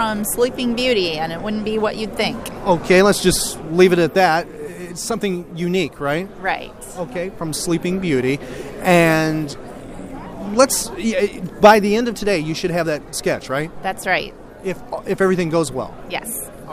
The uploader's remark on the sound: recorded at Fanboy Expo Lakeland.